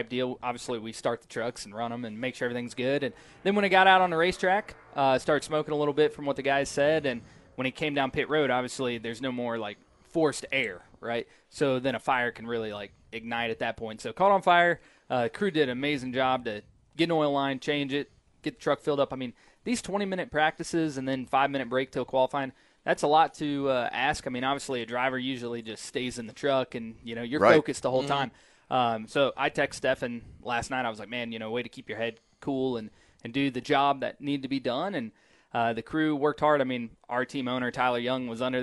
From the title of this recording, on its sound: Live From COTA